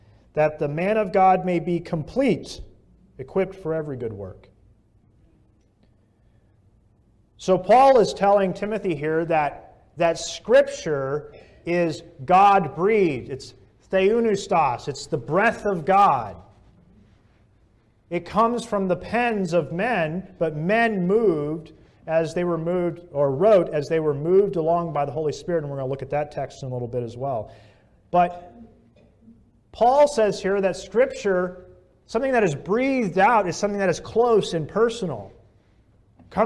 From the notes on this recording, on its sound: This message was preached at Bethel Community Church, Sarasota, FL.